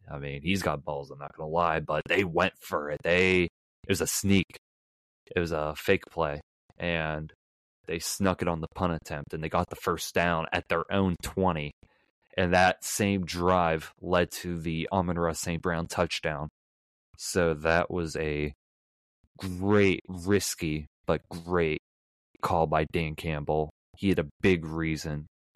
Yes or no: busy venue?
no